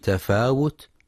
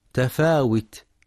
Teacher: في كلمة تفاوت ينتبه القارئ لضم الواو، فلا يقرأ بالكسر · Shown in: first take